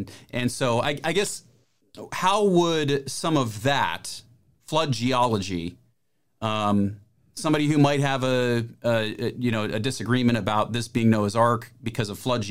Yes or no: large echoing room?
no